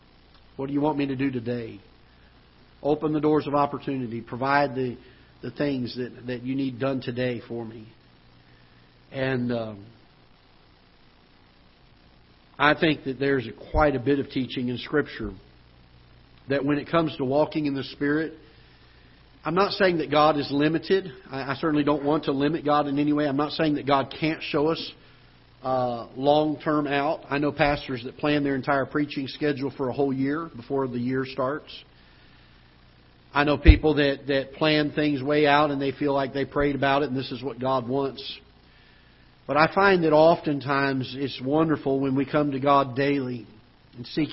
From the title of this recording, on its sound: Ketha Heights Baptist Church ~ Live Broadcast